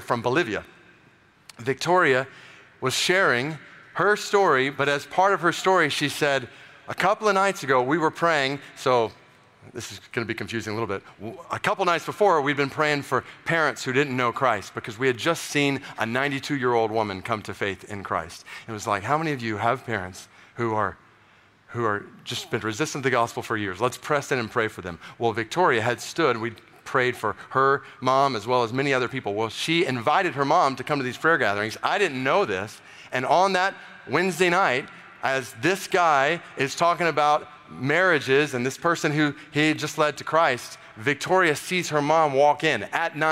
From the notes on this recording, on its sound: Today’s episode features a keynote message from TGC’s 2023 conference.